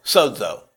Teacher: With the emphasis on the first syllable, S-O-D-E-Z-O, sozo.